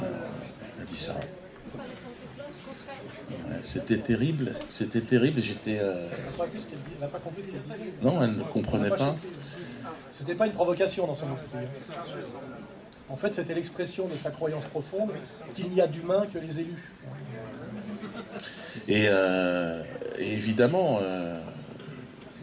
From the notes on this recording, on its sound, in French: Une conférence commune au théâtre de la Main d’Or à Paris, dans le cadre de la journée « Je ne suis pas Charlie ». ERTV et Quenel+ étaient sur place !